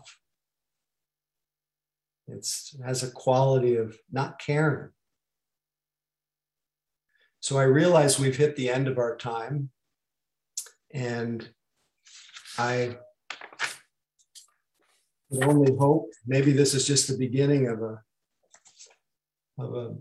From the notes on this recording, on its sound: (Mission Dharma) Recorded Zoom Session.